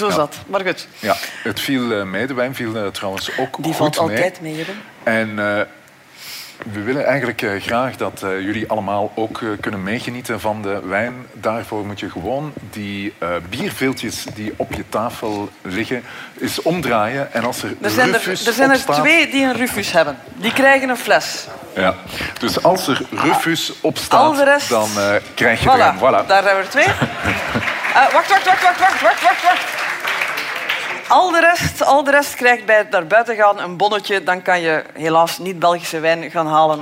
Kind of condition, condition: setting, live audience